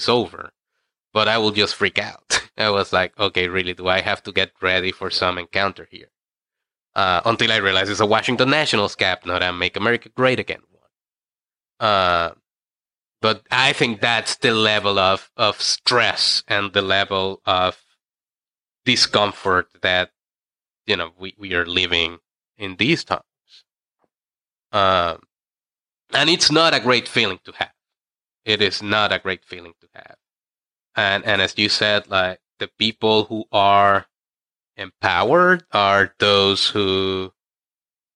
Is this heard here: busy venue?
no